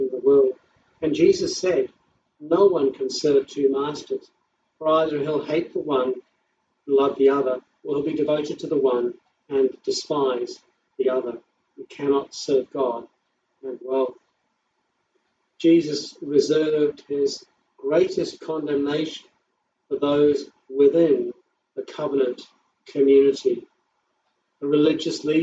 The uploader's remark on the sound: Service live streamed from home during lockdown. Audio recorded from livestream - quality not as good as normal.